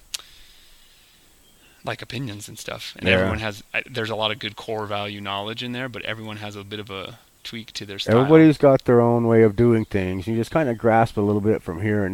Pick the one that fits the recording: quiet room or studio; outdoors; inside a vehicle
outdoors